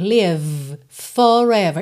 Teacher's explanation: Forever começa em F. O F e o V são feitos no mesmo local, né? Olha, lábio inferior, lá no dente superior.